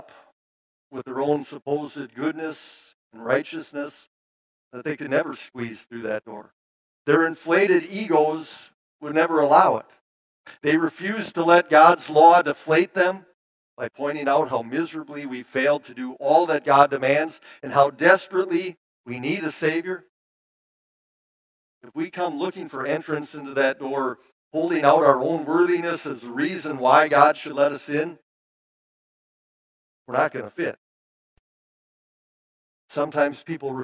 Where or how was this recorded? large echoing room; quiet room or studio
large echoing room